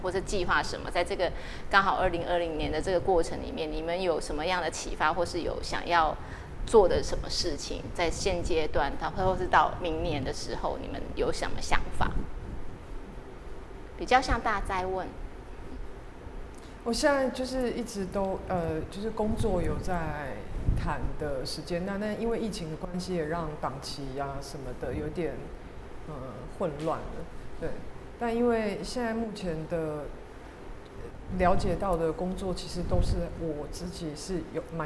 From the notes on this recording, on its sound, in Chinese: 在BAZAAR Taiwan 30週年的舞台上